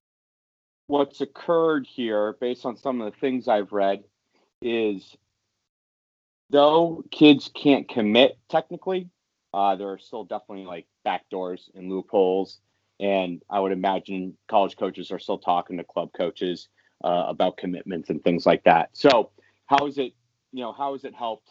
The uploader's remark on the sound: First off, apologies for the horrible audio - we'll get better.